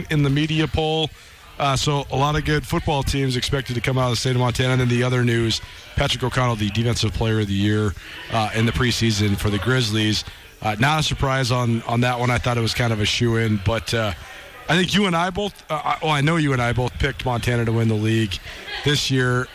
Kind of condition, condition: setting, busy venue